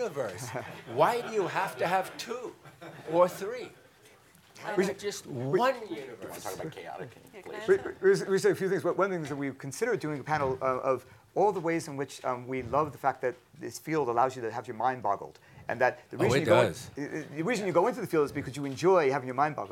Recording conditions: busy venue